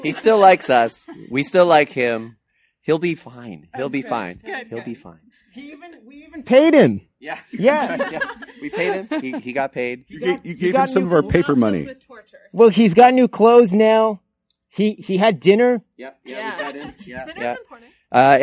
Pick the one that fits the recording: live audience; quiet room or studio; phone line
live audience